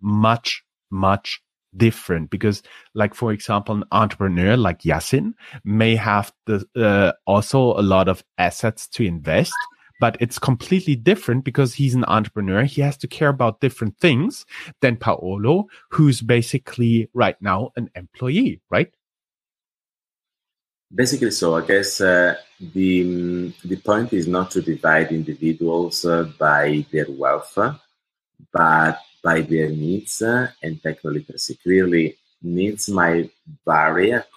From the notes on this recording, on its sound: This is the audio track of a Google Hangout.